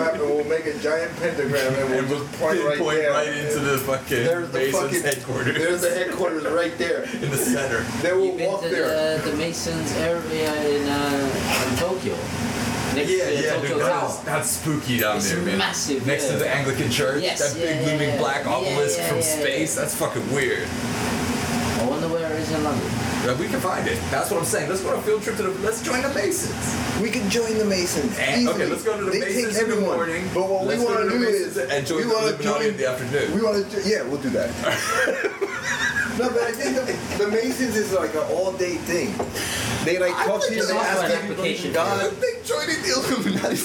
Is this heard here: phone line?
no